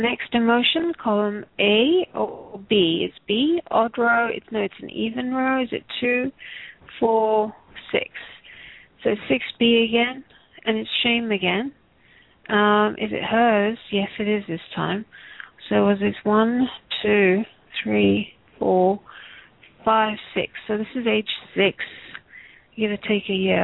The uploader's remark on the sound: Takes your calls for healing live today!